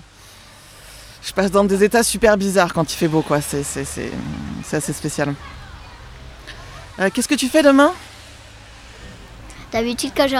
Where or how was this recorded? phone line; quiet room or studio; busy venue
busy venue